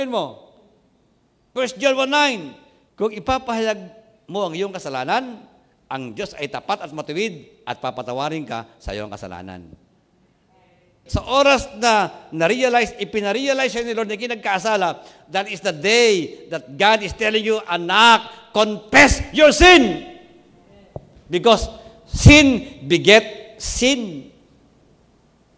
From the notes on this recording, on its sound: Recorded on April 04, 2021, at CJCRSG Main, Sto. Tomas City, Batangas.